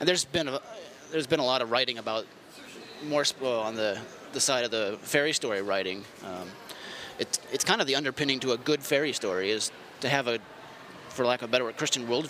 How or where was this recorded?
busy venue